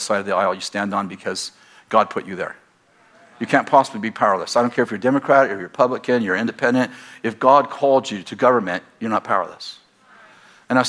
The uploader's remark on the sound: At Bethel Church in Redding, CA.